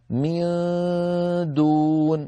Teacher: شرحنا لأننا إذا قلنا مثلا من دون، نون ساكنة بعدها دال، أننا نقرب طرف اللسان جدا إلى مخرج الدال لكن من غير ملامسة، فإذا وصلنا إلى الدال دون نقرع مخرج الدال.